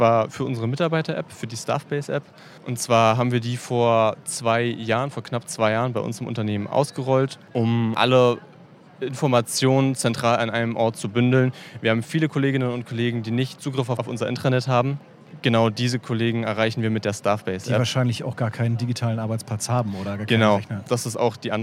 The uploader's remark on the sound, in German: Live-Interviews auf der Voices. Live auf der Voices 2023.